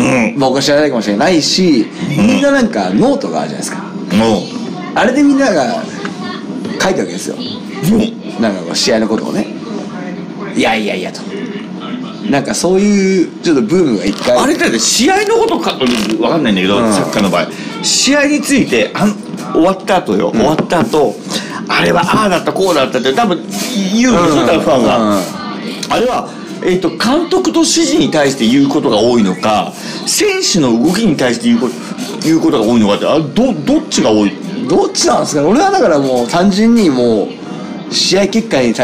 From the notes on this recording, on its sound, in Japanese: まさかの地元収録なゲスト回！地元のカラオケ居酒屋で真夜中のノリで収録！ノー台本、ノー編集でここまで上手く収録できるとは思いませんでした！！